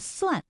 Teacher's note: 算数的算也是平舌音，它的声母是思